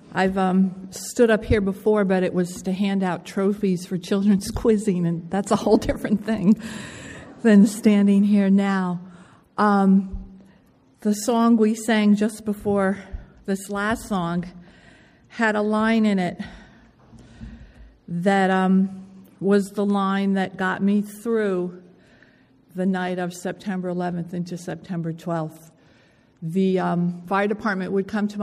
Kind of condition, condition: setting, large echoing room